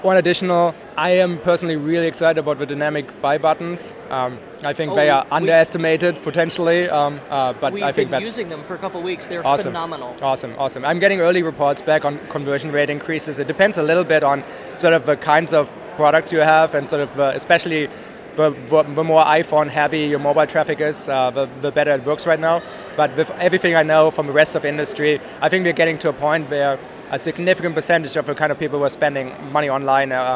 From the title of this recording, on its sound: Live at Shopify Unite 2018